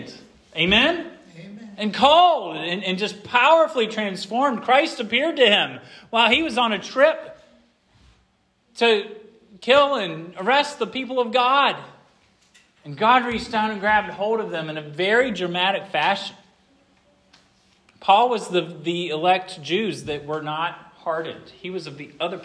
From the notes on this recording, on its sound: This sermon was preached at Hope Fellowship